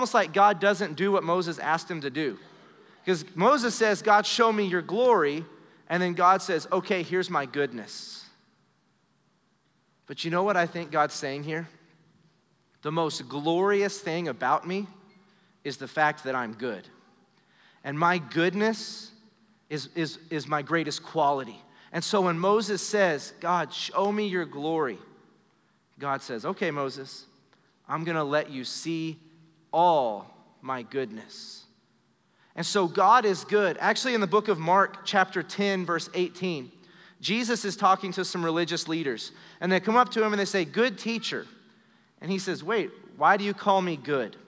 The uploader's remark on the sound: Recorded live during our Wednesday night service